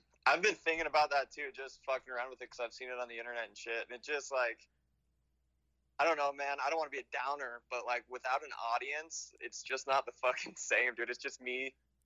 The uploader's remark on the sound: joined over the phone